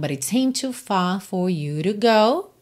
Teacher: Então, aqui, but it com rarará, seemed to, mais uma aparição do verbo seem no passado, em que a gente não ouve claramente esse passado, porque o D de seemed já vai ligar no T de to.